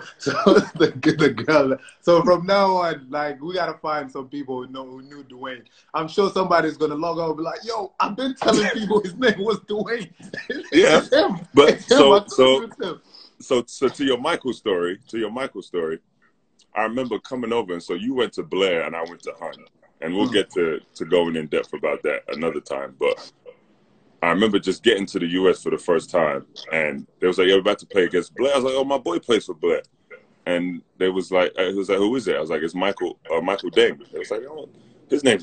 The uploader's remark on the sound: Whilst the world is locked down during the coronavirus pandemic. We hit their team up to ask if they would be happy for us to record and publish online and we got the green light!